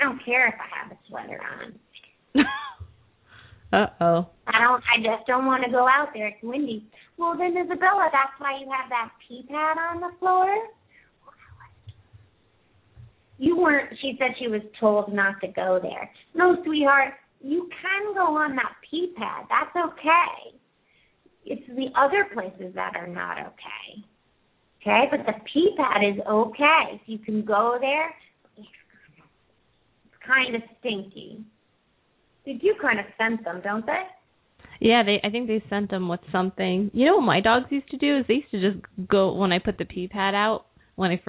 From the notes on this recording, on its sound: open up the lines for listeners to call